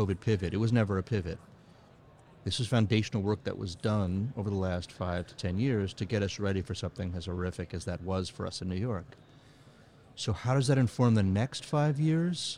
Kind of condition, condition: setting, busy venue